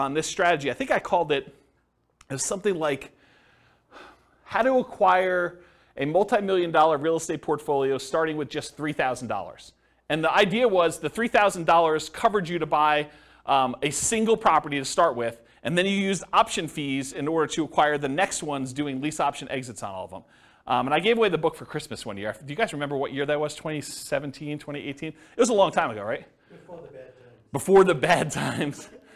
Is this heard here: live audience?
yes